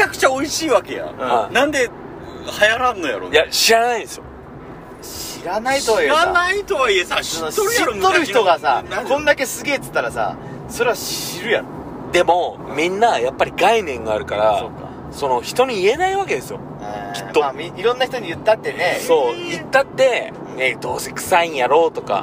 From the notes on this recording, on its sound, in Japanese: 今回は、福岡県岡垣町にあるジビエ料理屋べんけいで食べた後の車の帰り中です。金曜日の焚火会3人で収録です。